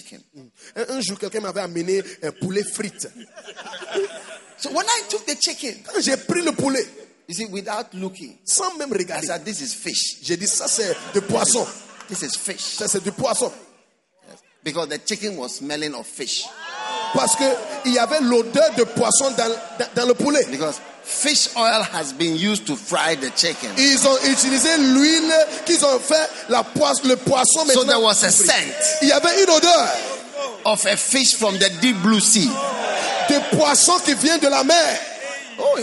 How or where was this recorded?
busy venue